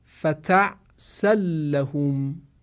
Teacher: توجه دارید که لام مشدد رو ما صداش رو نکشیدیم، چون ادغام با غنه نیست، ادغام بدون غنه هست.